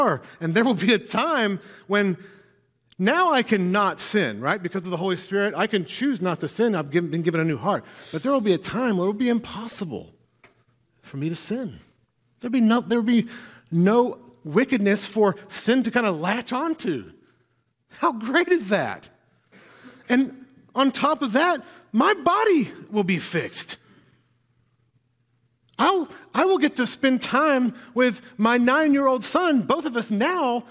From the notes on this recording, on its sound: filled the pulpit at NPC this morning